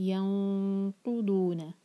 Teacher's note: آیہ نمبر 27 میں ہے الذین ينقضون، ينقضون میں دیکھیں نون ایمٹی ہے، اس کے بعد قاف آ رہا ہے تو ہم نون کو چھپائیں گے، اخفاء کریں گے. تو نون کی آواز کو ایسے چھپائیں گے کہ ہم قاف کے لیے تیار کریں